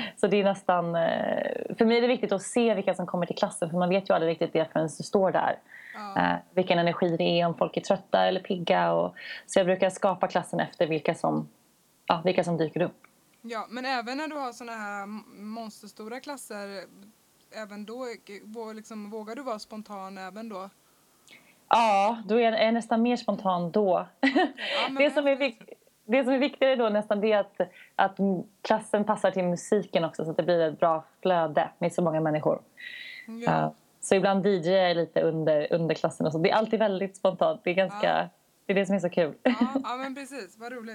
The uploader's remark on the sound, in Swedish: Skype intervju. Som bor på ön Aruba i västindien.